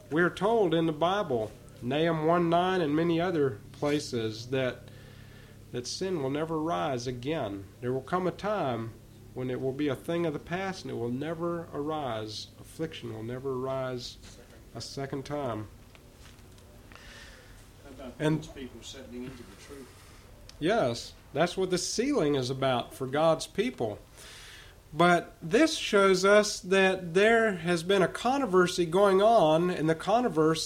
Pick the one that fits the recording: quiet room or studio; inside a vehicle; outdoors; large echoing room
large echoing room